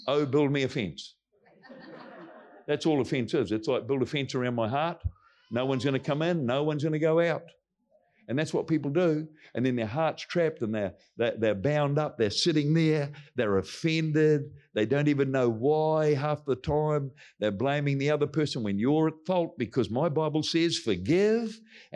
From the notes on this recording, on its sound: Recorded from our Combined Wednesday Night Gathering. Our heart at Celebration Church Rarotonga is that this message will greatly bless your walk with Jesus and help bring you closer to Him.